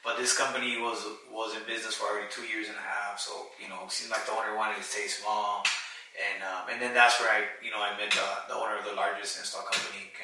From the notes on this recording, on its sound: Apologies for the audio on this one! Our audio files were corrupted and we had to use the Camera audio.